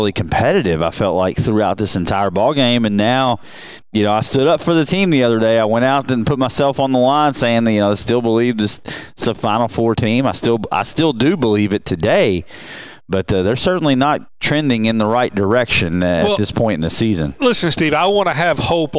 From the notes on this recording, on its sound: Live from the Owensboro Country Club